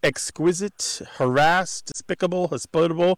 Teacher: they're all moving that pronunciation, that stress in the pronunciation, to the second syllable